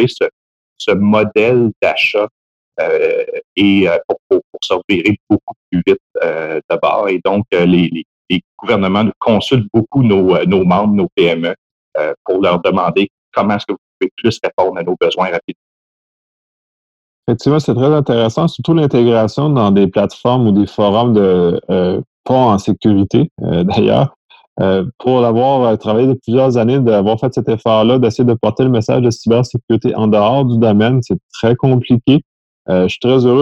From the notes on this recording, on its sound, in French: Locaux virtuels par Zoom. Montage audio par Intrasecure inc. Locaux virtuels par Zoom.